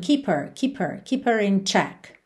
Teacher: Lembra que esse H do her, muitas vezes acaba sumindo.